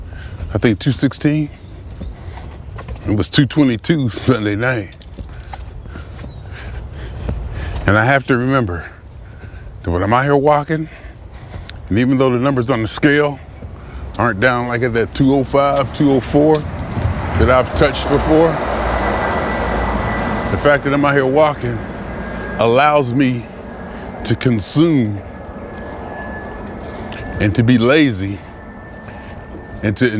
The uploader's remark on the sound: Me Walking Talking